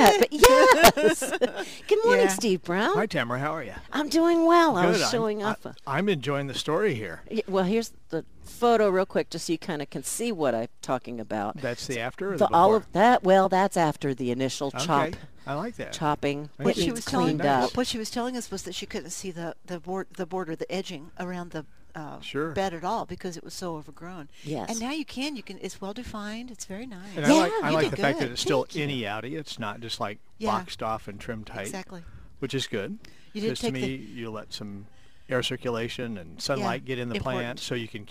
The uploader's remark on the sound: Live at Prairie Gardens